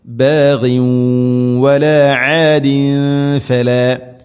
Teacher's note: തൻവീനിനെ വ എന്ന അക്ഷരത്തിലേക്ക് കൂട്ടി ലയിപ്പിച്ച് മണിച്ചുകൊണ്ട് ഉച്ചരിക്കണം · Term: ഇദ്ഗാം ബിഗുന്ന